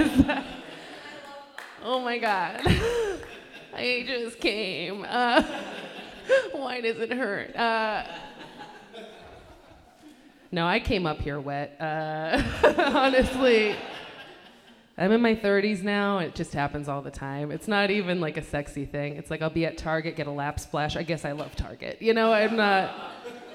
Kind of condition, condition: setting, busy venue